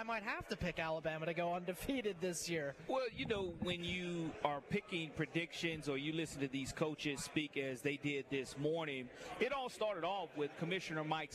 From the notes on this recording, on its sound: Live at SEC Media Days: Day 1. The Nashville SEC Media Day One!